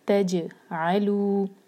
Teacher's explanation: next word ہے ولا تجعلوا، و ایک حرکہ لا دو حرکہ مد طبعی، ولا تجعلوا جیم جو ہے قلقلہ کا لیٹر ہے، تے کو جیم سے جوڑیں گے، تے لائٹ رہے گا اور جیم پر جھٹکا آئے گا